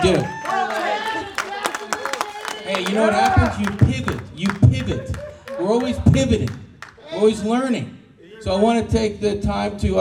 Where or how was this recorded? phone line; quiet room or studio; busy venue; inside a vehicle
busy venue